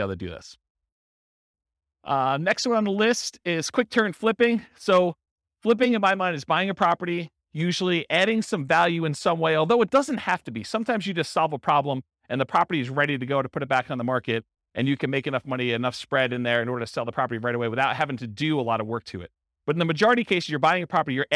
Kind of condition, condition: setting, live audience